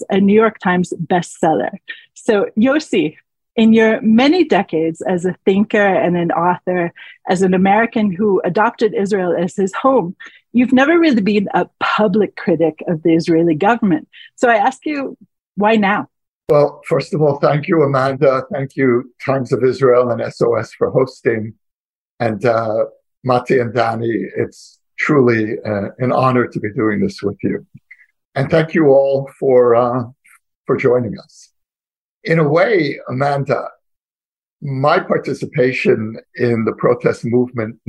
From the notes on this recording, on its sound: The Times of Israel hosted the trio this week in a webinar and this week’s What Matters Now episode is a very lightly edited recording of the event.